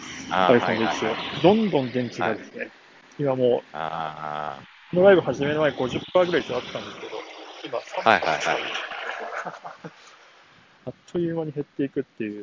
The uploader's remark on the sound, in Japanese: 歩きながら。